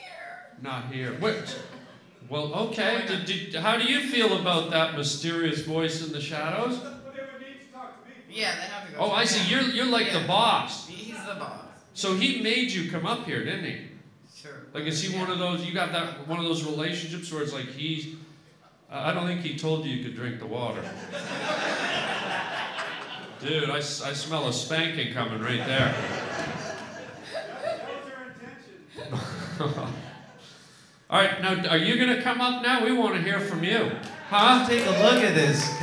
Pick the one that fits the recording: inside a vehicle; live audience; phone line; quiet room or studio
live audience